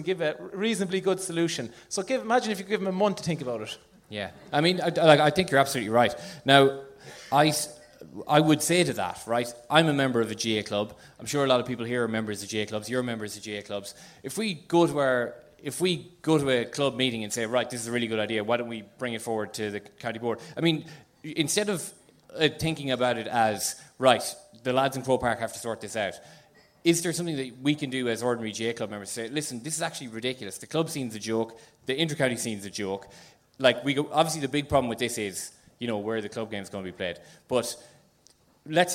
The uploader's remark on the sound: Welcome to the Second Captains 'rock or bust' live tour from The Sugar Club in Dublin.